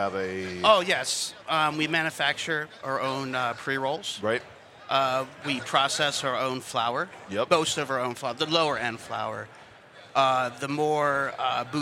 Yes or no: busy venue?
yes